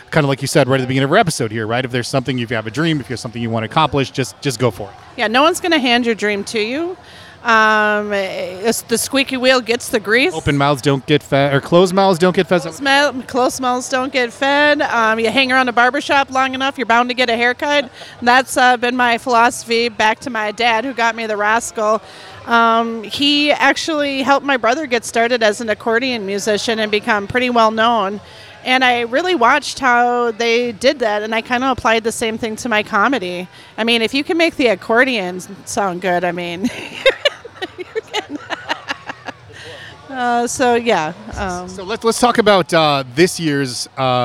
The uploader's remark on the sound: On location at LUSH